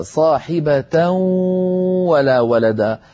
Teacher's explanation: الآن أنا أتعمد أن أخرج كل الصوت من الفم، لابد أن يتوزع الصوت، فبعضه واو من الشفتين ومعه أيضا غنة من الخيشوم في الوقت ذاته، صاحبة من المكانين معا يخرج صوتان مجموعهما اسمه إدغام بغنة.